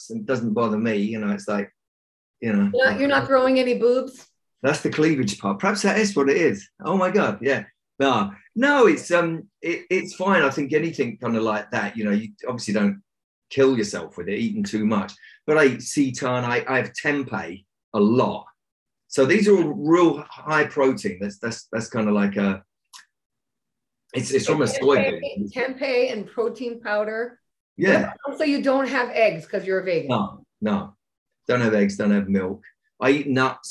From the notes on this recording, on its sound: on a video zoom chat